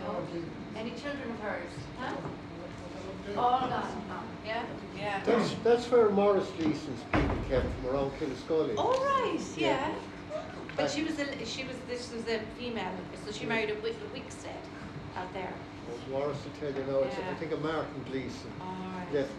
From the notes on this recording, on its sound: Killaloe-Ballina Historical society second talk for 2023. As recorded at the Lakeside hotel Ballina on the 19th April 2023. With apologies for the background fan noise on this talk.